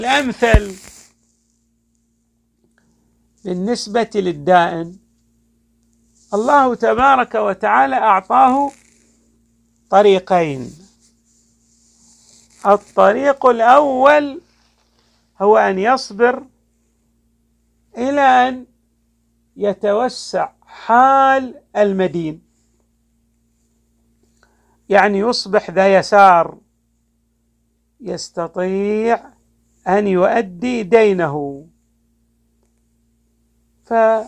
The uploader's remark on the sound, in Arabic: تسجيلات جامع الامام علي عليه السلام الأحساء المبرز.